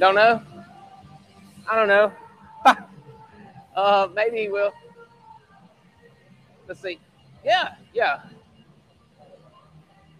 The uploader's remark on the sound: Play by Play is coming to you live from Day 1 of the Falcon One Project